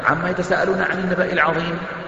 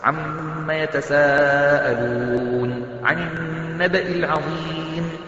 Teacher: على الأقل تغن الميم وتمد المد الواجب المتصل · Shown in: second take